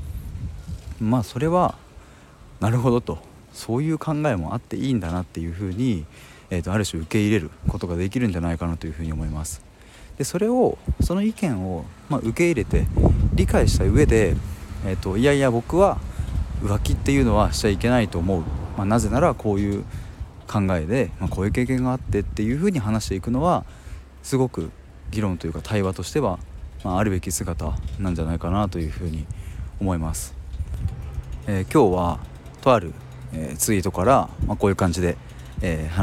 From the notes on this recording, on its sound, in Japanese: 外からの収録なので雑音がうるさくてすみません